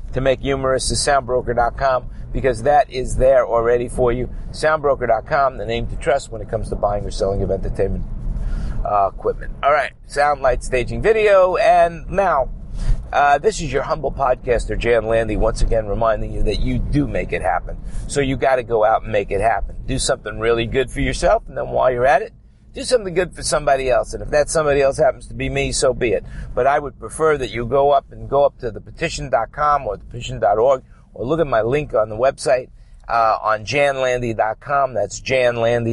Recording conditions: inside a vehicle